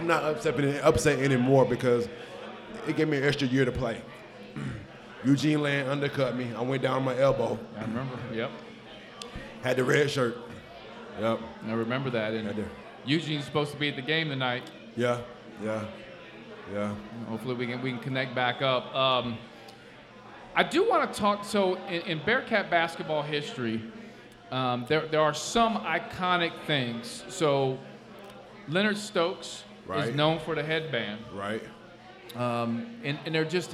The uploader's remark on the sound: LIVE at Mio's.